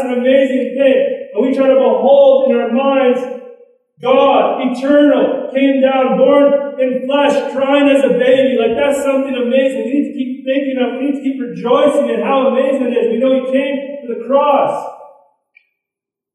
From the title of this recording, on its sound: poor recording